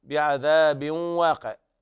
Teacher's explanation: إدغام بغنة ناقص لوقوع الواو بعد التنوين